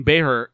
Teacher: You go to Elite Prospects and click on the little speaker next to his name, and it does sound like Becher. No K sound in there.